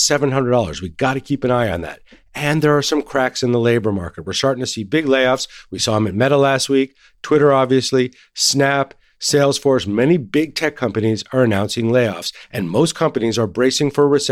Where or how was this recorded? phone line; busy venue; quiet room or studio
quiet room or studio